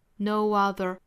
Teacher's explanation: No 和 other 连读加 w. No other. No w.带出一个小小的半元音 w.